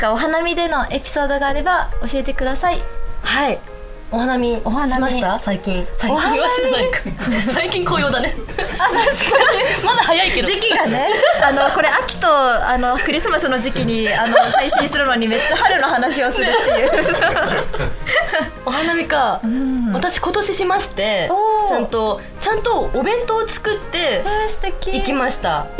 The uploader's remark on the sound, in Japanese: 久しぶりの公開収録です！